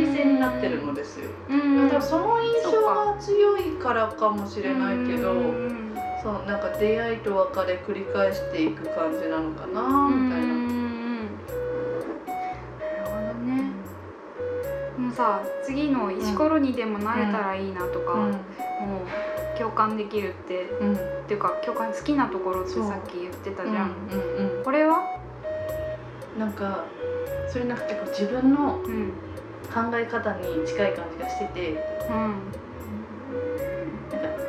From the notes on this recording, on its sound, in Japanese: 録音環境劣悪のため超絶ローファイでお送りします。